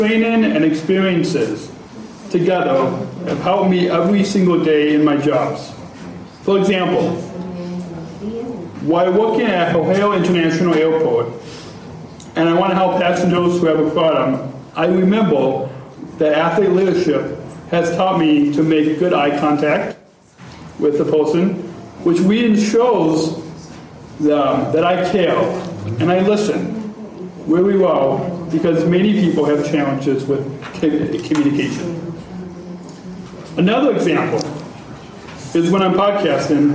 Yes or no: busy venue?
yes